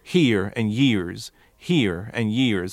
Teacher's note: But when he says here and years, he's dropping those R's, whereas someone from Appalachia would force those R's and would say here and years.